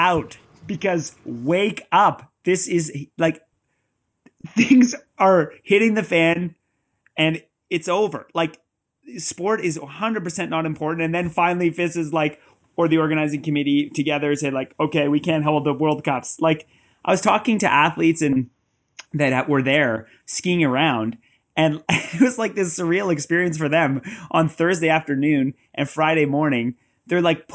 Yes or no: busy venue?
no